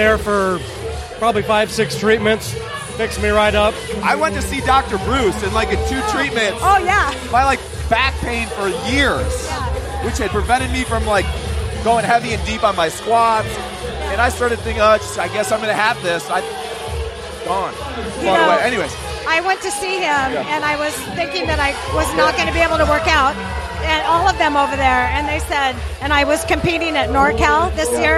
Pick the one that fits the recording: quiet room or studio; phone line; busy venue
busy venue